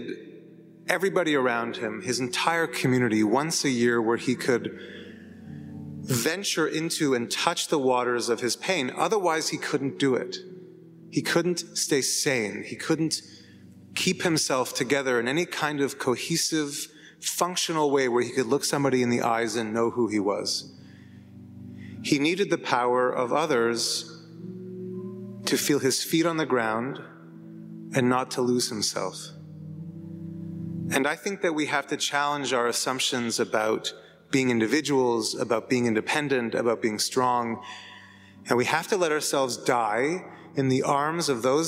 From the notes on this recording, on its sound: Recorded in the great synagogue in Stockholm, this beautiful art deco sanctuary that is very special.